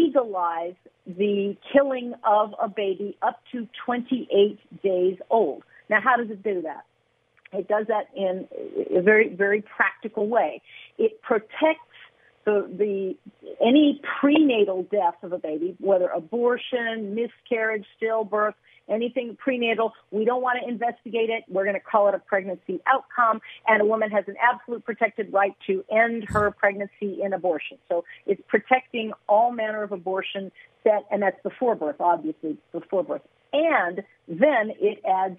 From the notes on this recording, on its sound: Callers call in to share their opinions